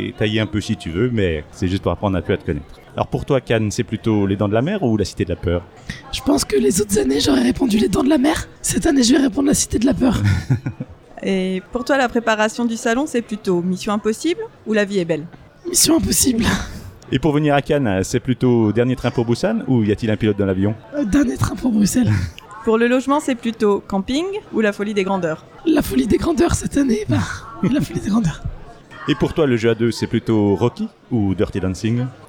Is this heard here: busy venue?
yes